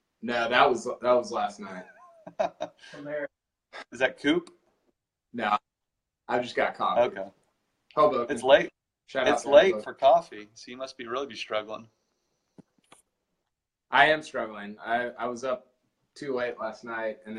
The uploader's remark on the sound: This was not a planned pod, but we decided to turn it into one because our live postgame video went long, thus the poor sound quality.